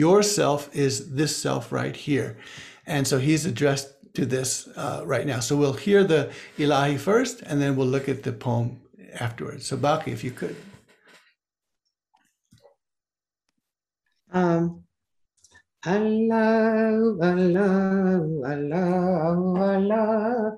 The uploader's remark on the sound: First Friday ZOOM Sessions.